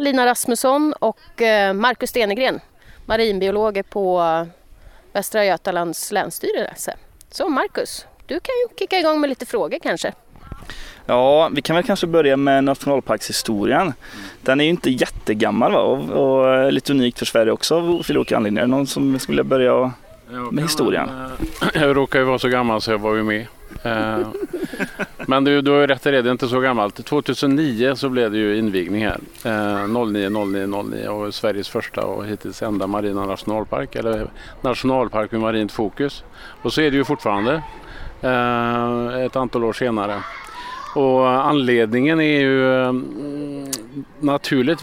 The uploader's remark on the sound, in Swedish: Live från Kosterhavets nationalpark